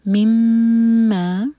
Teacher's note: میم پر غنہ، میم جس پر شدہ ہے اس پر غنہ